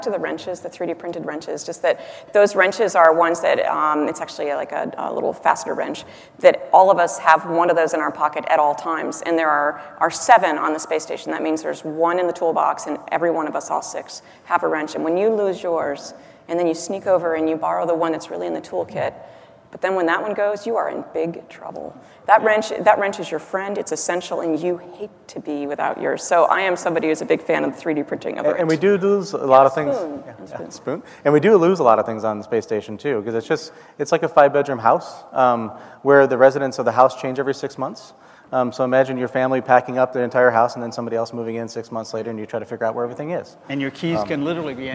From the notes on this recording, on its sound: The best of live interviews from GreenBiz events.